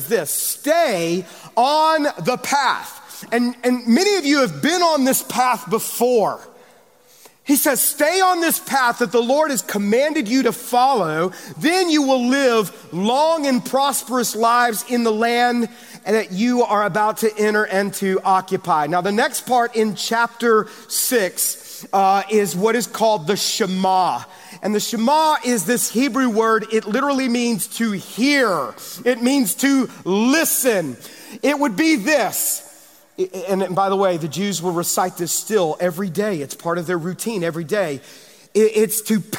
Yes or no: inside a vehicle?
no